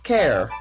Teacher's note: The Ottawa Valley accent also includes the fronting of the A sound before the letter R. So this means the word car becomes care.